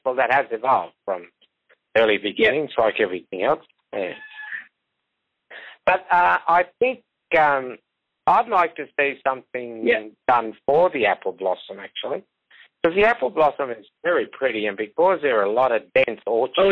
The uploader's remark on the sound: over the phone